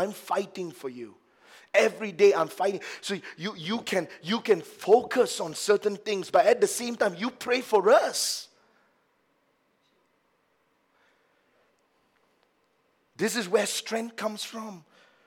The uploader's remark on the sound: A message preached during our Sunday Evening service